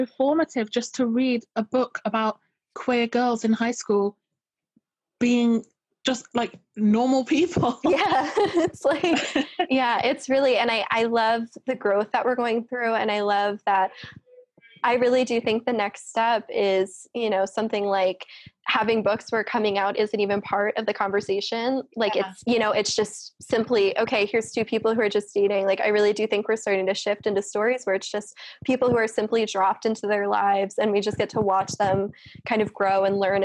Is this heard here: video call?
yes